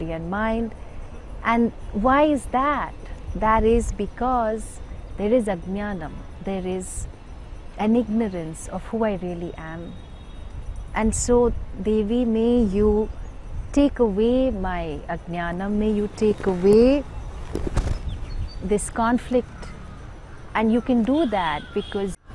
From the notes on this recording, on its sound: recorded on her holy banks in Rishikesh